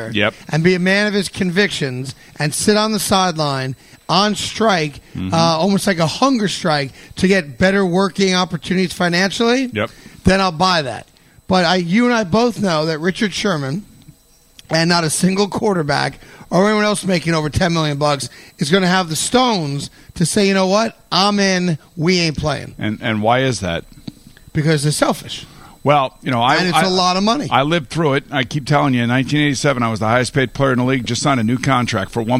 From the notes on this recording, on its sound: broadcasted live in Baltic Connecticut at the Mohegan Sun golf course